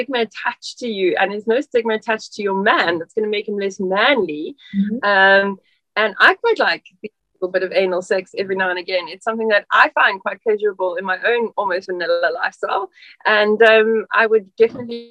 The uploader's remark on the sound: As our Zoom call began